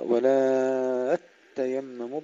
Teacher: ولا تيمموا أصلها ولا تتيمموا. أما البزي فقرأ ولا تيمموا بإدغام التاء الأولى في الثانية